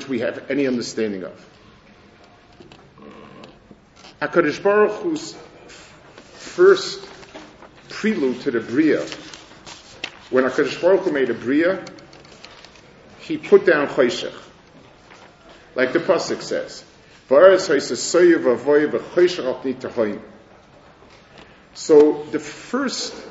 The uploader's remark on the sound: Delivered at the Mir Yerushalayim